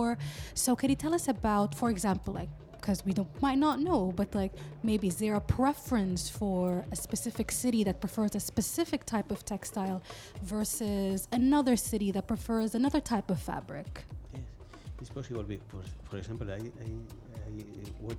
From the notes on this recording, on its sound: Live from SHD 2023